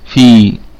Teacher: وهو مرقق ونقف عليه بالمد الطبيعي في هكذا، طبعا وقفا ووصلا هو نقف عليه بالمد الطبيعي، وأيضا وصلا فيه مد طبيعي.